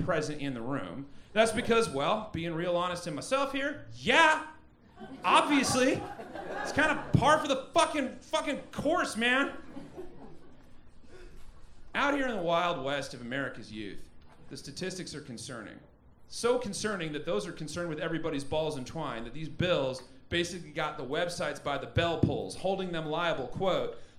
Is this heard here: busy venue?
yes